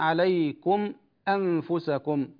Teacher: هنا ميم جمع بعدها همزة قطع، نقول عليكم مع إشباع المد، مع إشباع المد، لأنه يصير مدا منفصلا كما سنأخذ في المد بالنسبة للورش. · Term: الضم مع الصلة